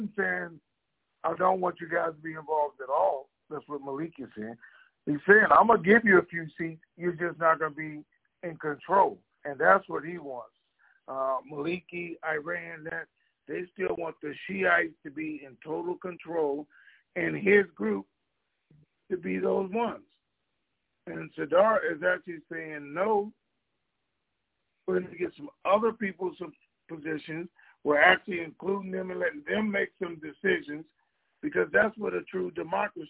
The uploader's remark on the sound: TNTSuperfantastic Conference Call